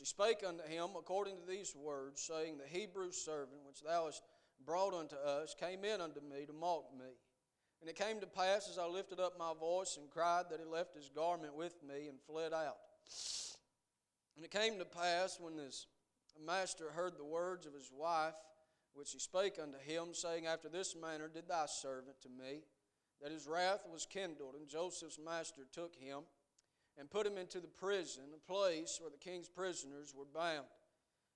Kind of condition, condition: setting, large echoing room